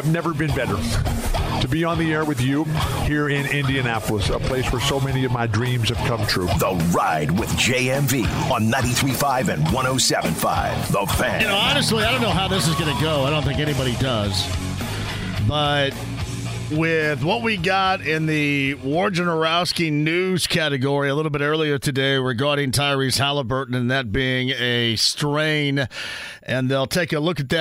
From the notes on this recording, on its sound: Closes out the first hour of the show with a phone call! He then opens the phone lines back up and takes some calls!